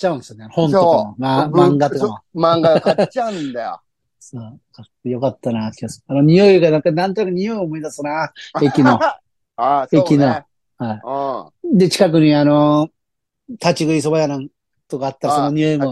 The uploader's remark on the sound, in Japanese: ZOOMで収録